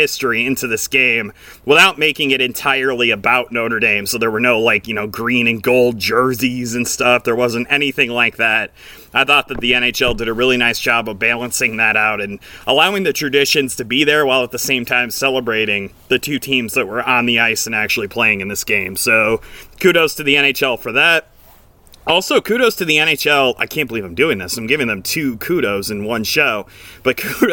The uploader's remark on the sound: The NHL Winter Classic has come and gone. Taking this postgame show outside!